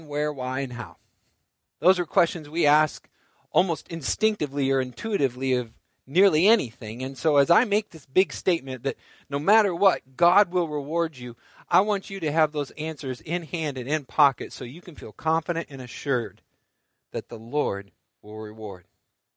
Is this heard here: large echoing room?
yes